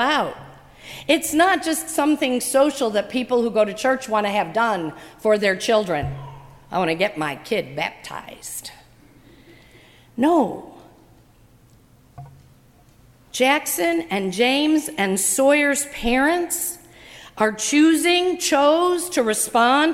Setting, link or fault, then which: setting, large echoing room